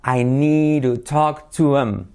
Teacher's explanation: la T de need to, se convierte en una R suave española.